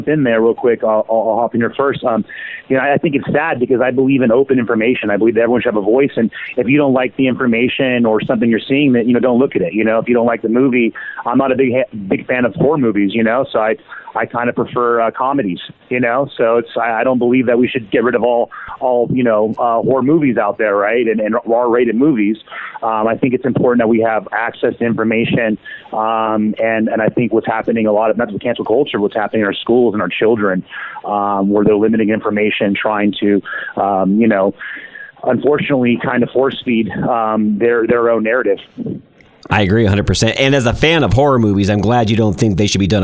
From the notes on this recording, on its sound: What happens when you cross a local radio host, with two dynamic phone calls (that are radio hosts themselves)?